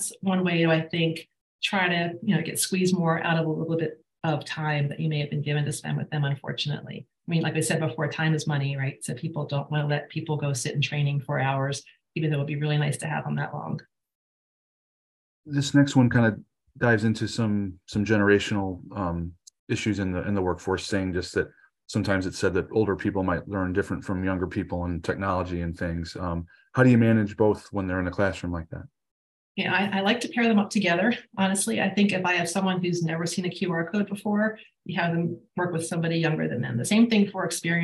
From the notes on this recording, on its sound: You are listening to audio from a webinar in the Safety+Health Webinar Series.